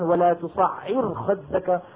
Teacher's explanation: تصعر هذه راء ساكنة مسبوقة بكسر، خلص رقق